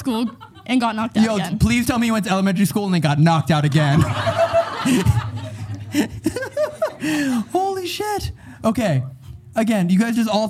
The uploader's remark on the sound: LIVE at Haunted Farrar Schoolhouse.